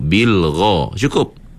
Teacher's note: tebalnya ghain hanya disebabkan oleh sifat isti'la sahaja. Ha, jadi angkat pangkal lidah saja. Ha, jangan melampau-lampau, jangan berlebih-lebih. · Term: tebal ghain